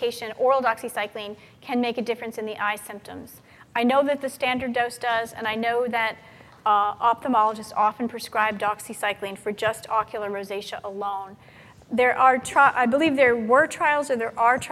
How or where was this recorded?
live audience